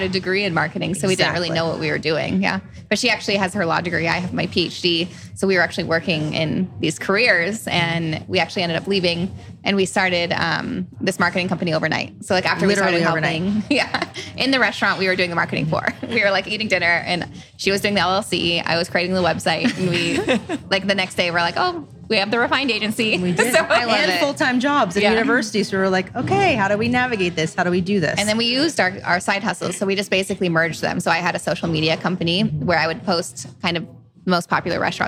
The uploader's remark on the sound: We’re live at Café Lola in Las Vegas